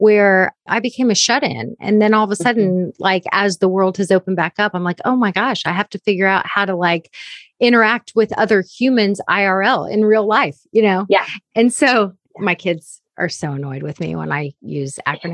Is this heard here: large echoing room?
no